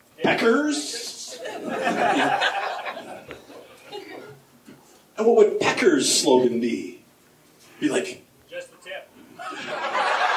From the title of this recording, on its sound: Stand Up, Live at the Comedy Factory